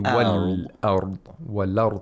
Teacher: We have نَقْل of the short vowel of the Hamza is transferred to the letter that's before it, which is Lam. So we say, we pronounce the lam with fatha and we completely ignore the nabr of the hamza entirely. The glottal stop.